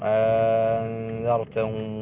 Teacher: نون ساكنة بعد ذا حكم الإخفاء مع الغنة